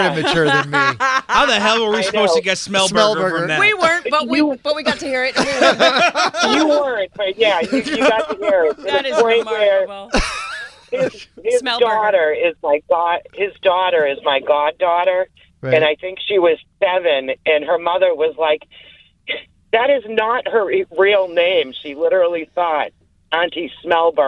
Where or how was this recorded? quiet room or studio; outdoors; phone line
phone line